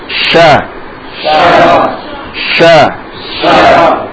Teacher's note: letak makhrajnya di tengah lidah menempel pada langit-langit atas.